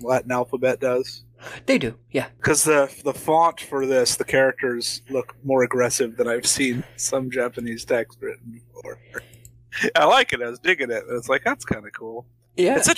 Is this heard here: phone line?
no